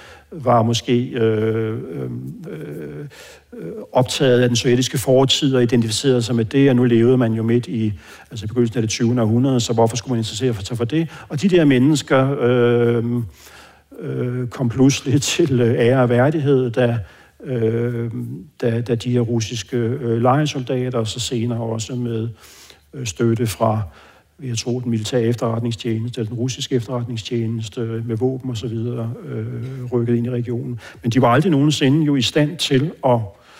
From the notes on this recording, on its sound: med podcastens lyttere til en live-optagelse af Fri Ukraine